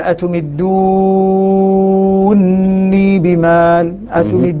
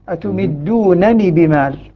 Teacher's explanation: قرأ حمزة بإدغام نون رفع الفعل في نون الوقاية · Shown in: first take · Term: الإدغام